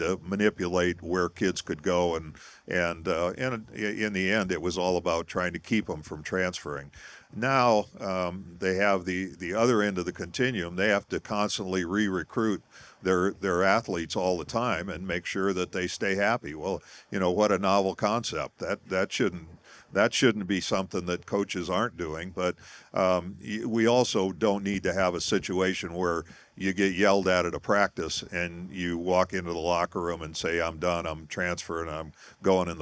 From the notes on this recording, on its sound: LIVE from Iowa Athletic Club. For a live podcast recording.